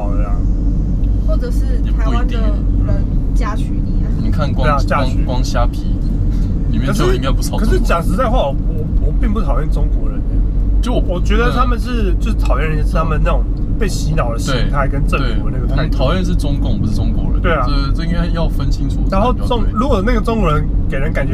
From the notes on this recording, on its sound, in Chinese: 開車、講幹話、去宜蘭。GoPro錄音，聲音頗爛，盡請見諒。